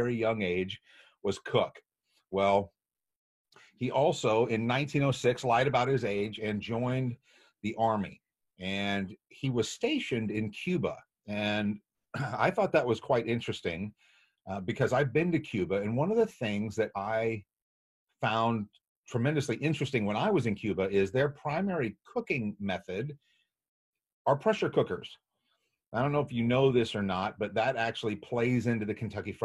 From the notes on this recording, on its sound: Steepleless Church. This was originally streamed on Zoom.